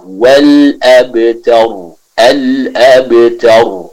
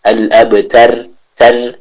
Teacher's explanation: Maka di sana kita baca huruf ra yang sukun tersebut dengan tebal · Shown in: first take